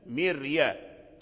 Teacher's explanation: لأن الخروج من الترقيق إلى التفخيم أو العكس يصعب على اللسان. فكلمة ميريا يعني الميم مكسورة مرققة، كذلك الراء تتبعها في الترقيق، فلا يتحول اللسان مثلا من ترقيق الميم المكسورة إلى تفخيم